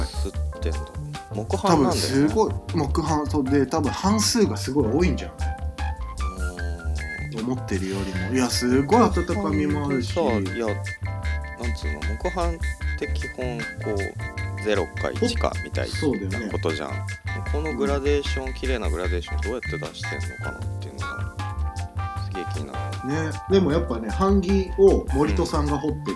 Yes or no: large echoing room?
no